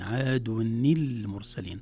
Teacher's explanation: التقى ساكنان، ولو التقى ساكنان عند العرب لابد أن يتصرفوا في الساكن الأول بالتحريك، وهنا التحريك كان بالكسر وهو الغالب على العرب، التحريك بالكسر في التنوين.